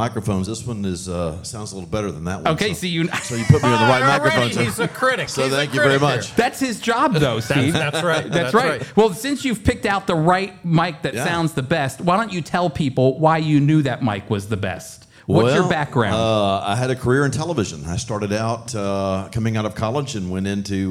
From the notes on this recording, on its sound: With a live audience. Live audience from Friends of Israel’s National Prophecy Conference: The Seven Feasts of Israel.